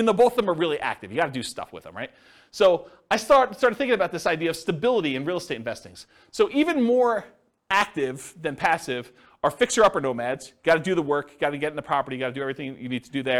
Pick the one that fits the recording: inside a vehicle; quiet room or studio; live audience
live audience